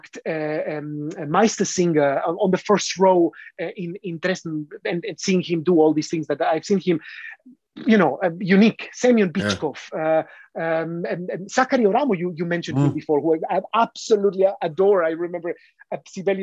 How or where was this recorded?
video call